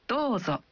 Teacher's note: Saat Anda mengatakan Dozo, Anda mengucapkan vokal O dalam Do satu ketuk lebih panjang